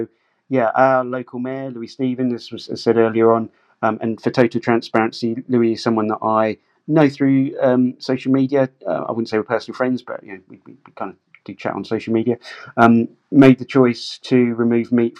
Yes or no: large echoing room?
no